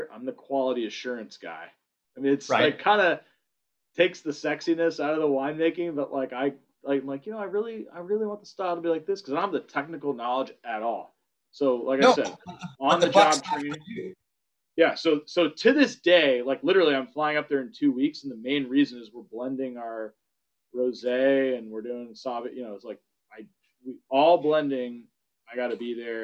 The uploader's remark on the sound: SIP Virtual Wine Tasting & Q&A. Trinitas Cellars in Napa Valley.